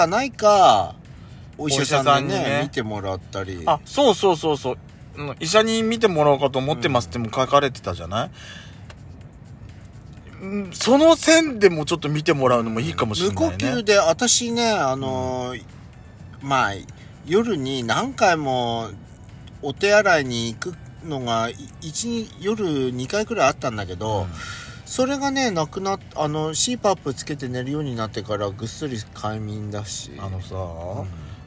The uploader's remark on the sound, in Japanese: パーキング収録